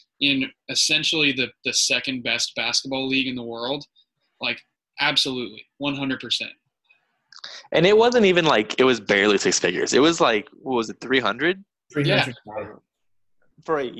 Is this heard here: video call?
yes